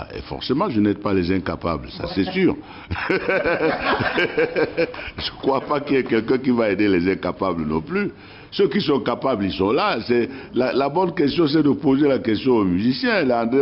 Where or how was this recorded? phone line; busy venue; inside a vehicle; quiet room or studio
busy venue